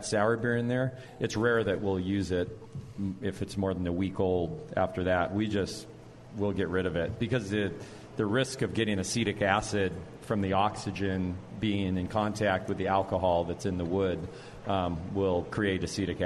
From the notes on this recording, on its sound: broadcast live from The Rare Barrel!